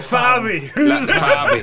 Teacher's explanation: Se dice B labial porque la pronuncias con los labios nada más.